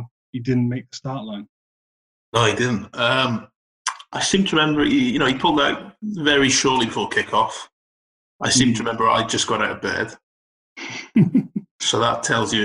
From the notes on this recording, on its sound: Also, apologies for any drop in sound quality. This was recorded over Zoom due to the current circumstances.